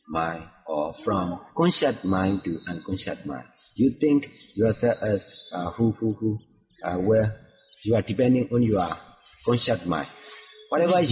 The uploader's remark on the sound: These teachings might not have the perfect sound quality